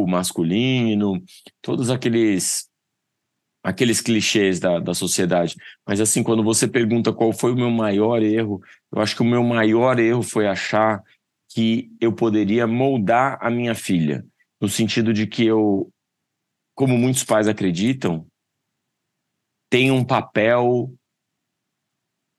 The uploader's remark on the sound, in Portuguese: Nesta conversa, gravada online, com um oceano e 4h de distância. O meu som não está magnífico.